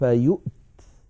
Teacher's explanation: بهمزة ساكنة وبعدها تاء ساكنة